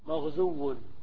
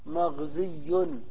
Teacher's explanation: هؤلاء القلة من العرب قلبوا الواو التي هي لام الكلمة ياء لوقوعها طرفا، وعندما قلبوا الواو المتطرفة ياء اجتمعت الياء والواو والأولى ساكنة فقلبت الواو ياء وأدغمت في الياء الأخرى · Shown in: second take · فقيل مغزي. وكذلك تقول مثلا في دعوته فهو مدعي على هذه اللغة القليلة.